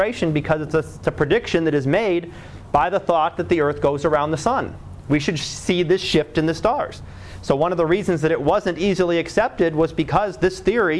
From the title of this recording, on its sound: Live Class Lecture